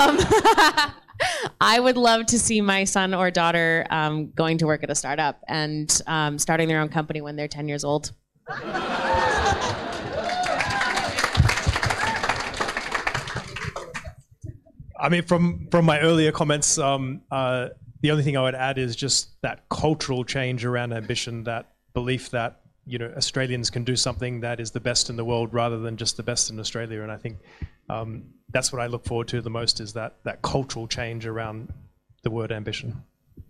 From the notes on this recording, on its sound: This special bonus episode was recorded live at Fishburners as part of the Spark Festival in October 2022. The event included a panel of eight guests.